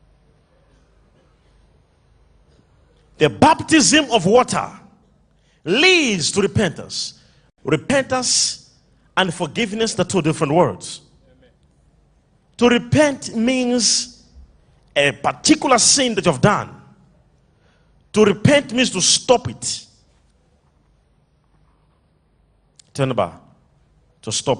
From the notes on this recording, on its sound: LIVE MID WEEK SERVICE| ECG CHURCH